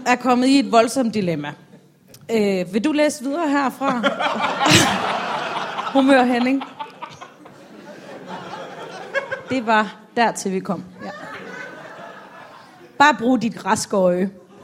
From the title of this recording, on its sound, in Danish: LIVE fra Comedy Zoo København